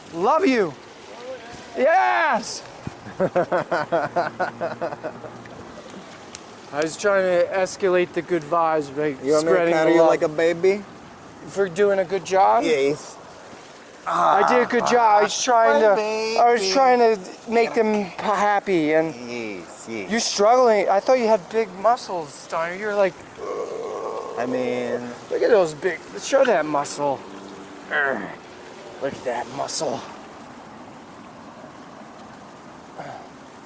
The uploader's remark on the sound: recorded this on Tour in Fredericton in front of their City Hall